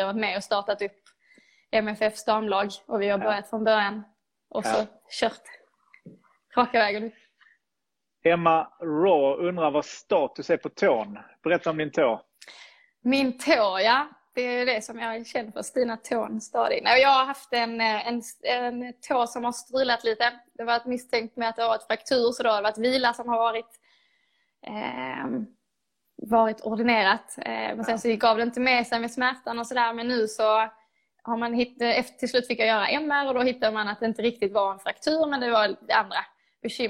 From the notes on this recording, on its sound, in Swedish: Supporterhuset Live via Instagram